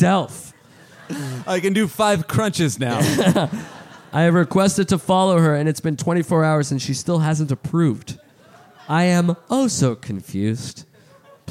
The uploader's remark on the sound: Live in Austin, TX! Live from SxSW.